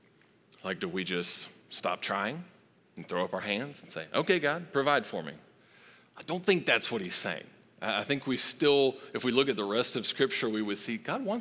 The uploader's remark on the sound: Recorded live at Long Hollow Church on January 24, 2023.